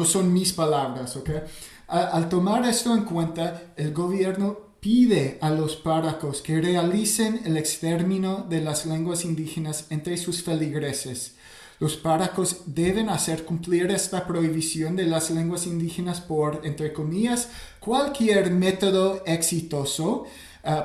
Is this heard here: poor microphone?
no